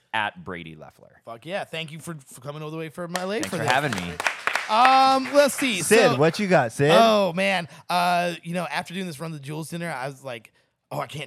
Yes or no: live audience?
yes